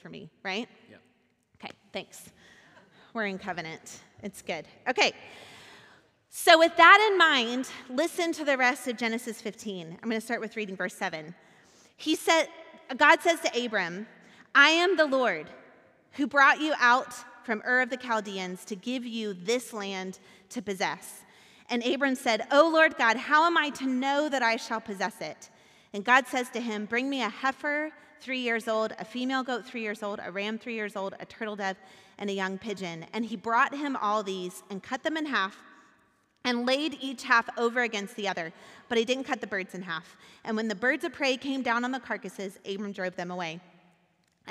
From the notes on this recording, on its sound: Recorded at our Sunday gathering on January 23, 2023 in Port Orchard WA